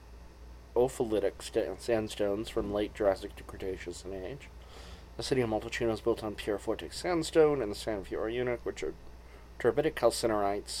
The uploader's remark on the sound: sit outside on a starry night